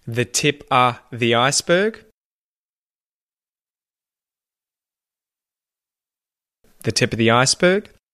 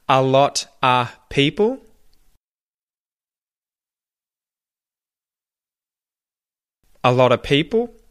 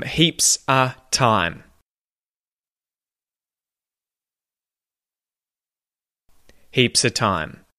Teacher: turn of into oh or ah if the next word that follows of starts with a consonant sound